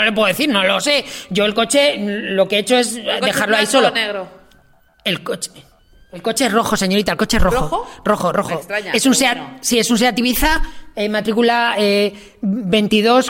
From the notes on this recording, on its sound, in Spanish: Este podcast se graba en vivo y el sonido es el núcleo del show. Nos encontramos sobre el escenario del teatro Tribueñe de Madrid.